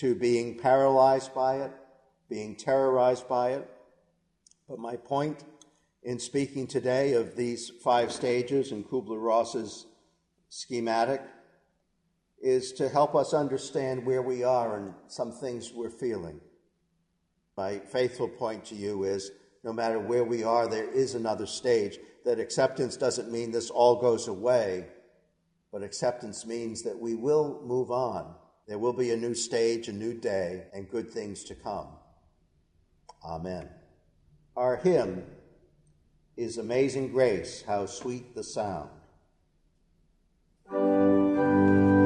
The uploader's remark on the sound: A portion of our worship service at the Old First Congregational Church in Bennington, Vermont.